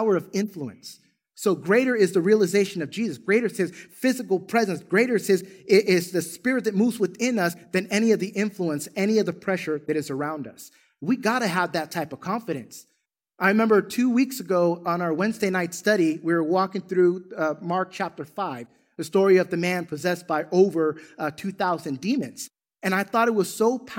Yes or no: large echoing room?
yes